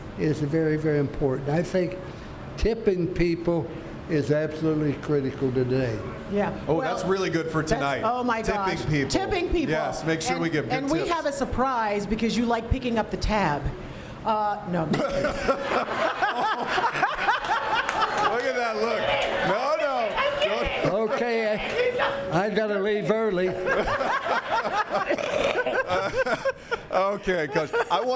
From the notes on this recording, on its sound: News 6 Insiders and other viewers were invited into the room as Florida’s Fourth Estate hosted a live recording. Miller’s Ale House in Winter Park Village.